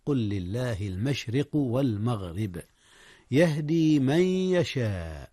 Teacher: أدغم النون في الياء إدغاما بغنة